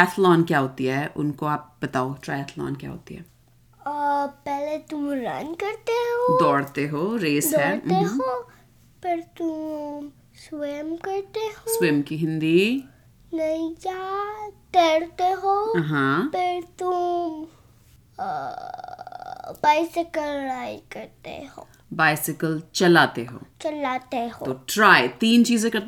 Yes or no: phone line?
no